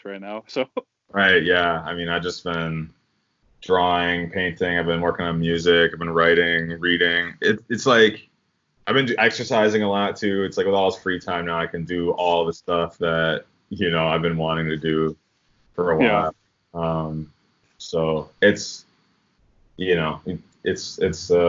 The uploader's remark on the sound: the format for season two of the podcast will be Skype interviews